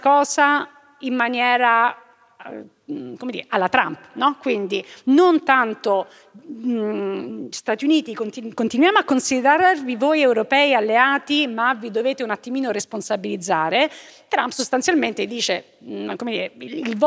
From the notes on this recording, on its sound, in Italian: Registrata live a Voices. In questa puntata speciale di Globo registrata live a Voices.